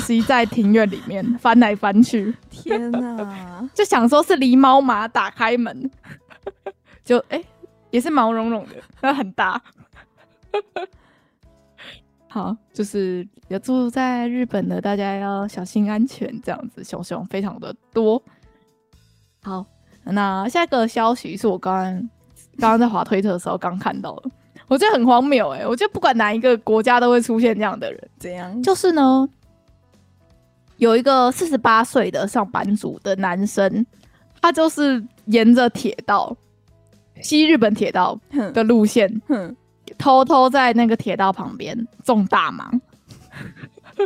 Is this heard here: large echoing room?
no